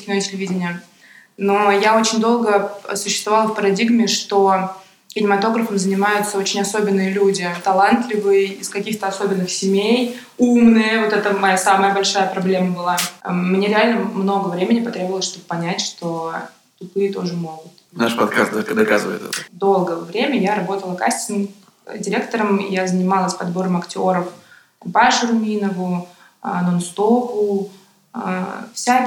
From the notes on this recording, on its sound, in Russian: несмотря на небольшие неполадки со звуком